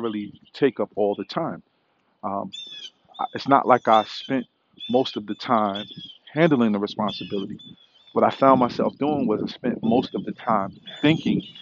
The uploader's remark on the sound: Walk & Talk